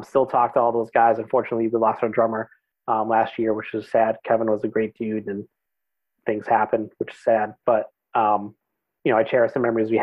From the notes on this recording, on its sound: We talked via Zoom.